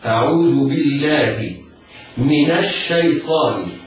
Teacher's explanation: لام لفظ الجلالة لام مرققة لوقوعها بعد كسر متصل بها هكذا: أعوذ بالله من الشيطان، نون من التقت، نون ساكنة التقت مع الشين لأن همزة الشيطان همزة وصل تسقط في وصل الكلام بعضه ببعض، يعني لا تنطق حال الوصل، ومن هنا والشين ساكنة أو حرف مشدد، وسنقول سبب التشديد.